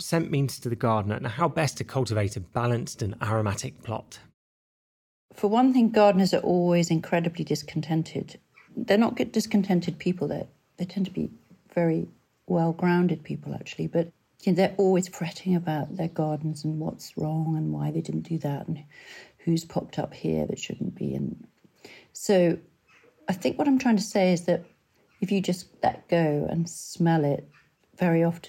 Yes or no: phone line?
no